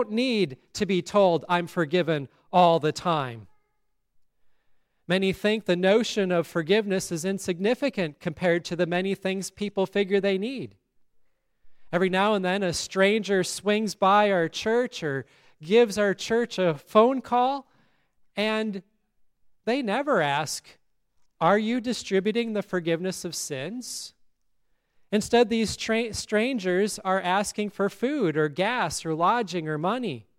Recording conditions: large echoing room